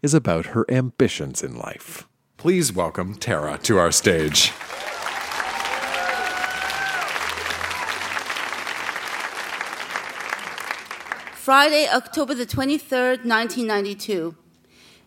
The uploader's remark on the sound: Recorded live at the Rio Theatre in Vancouver.